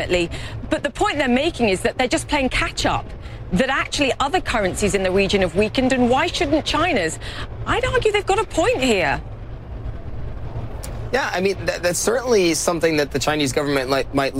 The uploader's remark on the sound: live from the New York Stock Exchange